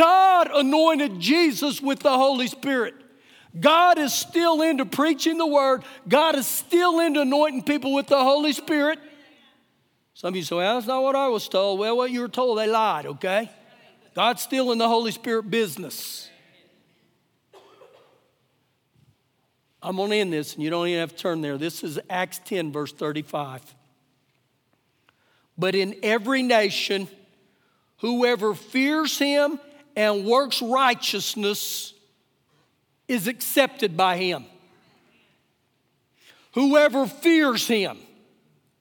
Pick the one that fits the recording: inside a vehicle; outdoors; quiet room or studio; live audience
live audience